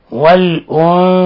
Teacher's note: نون ساكنة جاء بعد حرف الثاء، الحكم التجويدي إخفاء حقيقي، إخفاء حقيقي، لأن الثاء من حروف صف ذا ثنى، شاهد ثنى، ثاء من لفظ ثنى، فهي إذن من حروف الإخفاء الحقيقي، فنقرأها هكذا.